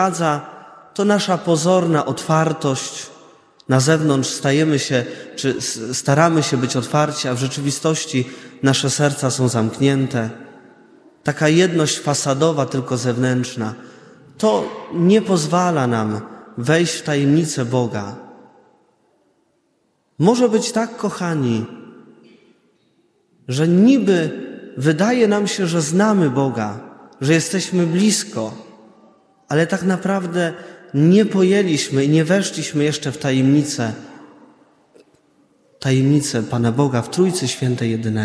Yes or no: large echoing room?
yes